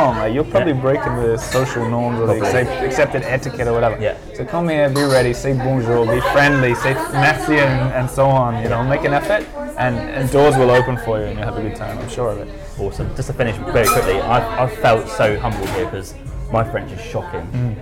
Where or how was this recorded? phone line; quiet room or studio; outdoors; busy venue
busy venue